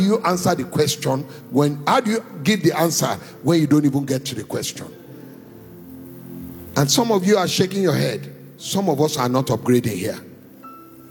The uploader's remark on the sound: Recorded Live at our Warfare Wednesday service.